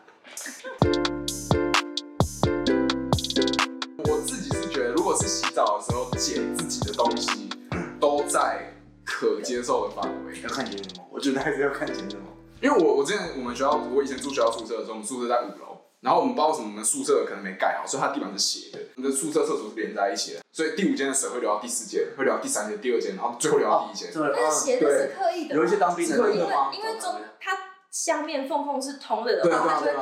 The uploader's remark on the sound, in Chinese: 試錄集，錄音品質敬請見諒